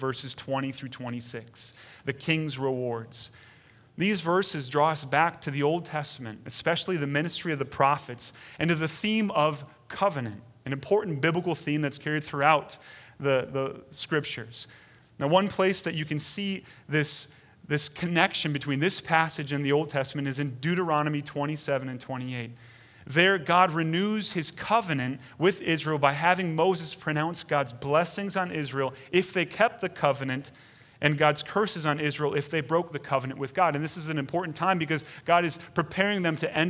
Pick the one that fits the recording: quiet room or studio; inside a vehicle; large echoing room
large echoing room